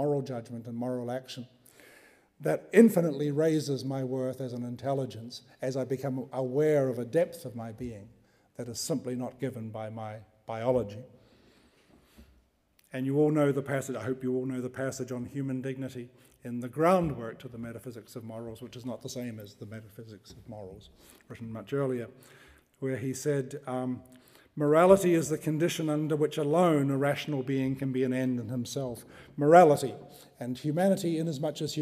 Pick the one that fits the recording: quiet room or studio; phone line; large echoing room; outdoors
large echoing room